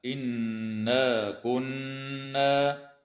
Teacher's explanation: وتغن النون المشددة في قوله تعالى إنا كنا